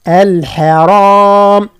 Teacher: لفظة الحرام نفخم فيها كان الراء، لا نقول الحرام الحاء، الحرام.